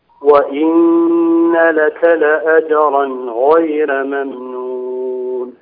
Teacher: الراء مرققة، نعم، ولكن الغين مفخمة